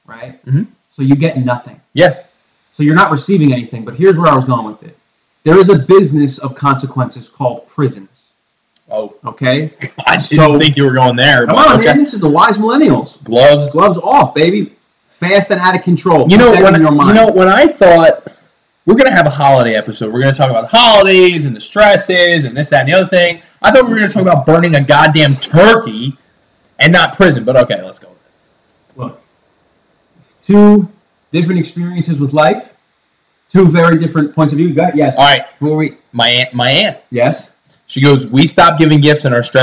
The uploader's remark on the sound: Please excuse the potato audio quality.